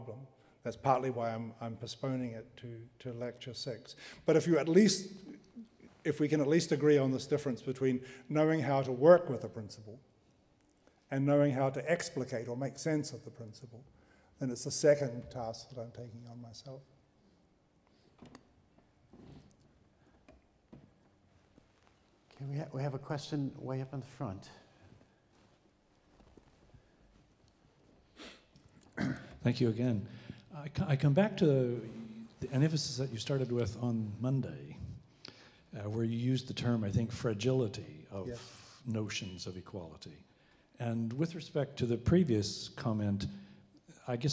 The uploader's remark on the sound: Delivers the third in the 2015 Gifford Lecture series. Recorded on 29 January 2015 at the University of Edinburgh's Playfair Library.